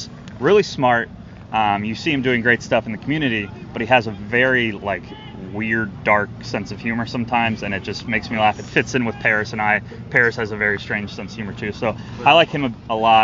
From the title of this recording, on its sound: Talking live from Commanders training camp